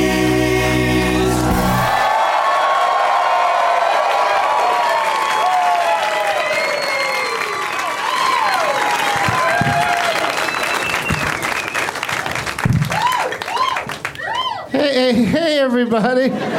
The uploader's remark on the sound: Live from The Improv in Orlando